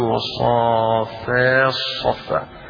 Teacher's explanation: أدغم التاء في الصاد في الآية الأولى · Term: الإدغام